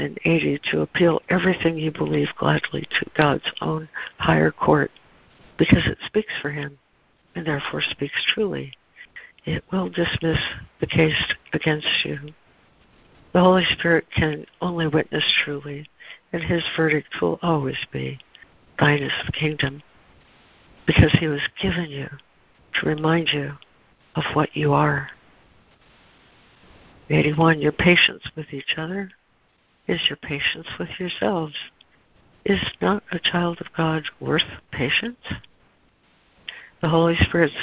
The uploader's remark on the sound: ACIM Daily Conference Call